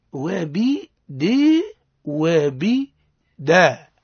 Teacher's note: نوعا ما انسفلت أي جنحت من الفتح نحو الكسر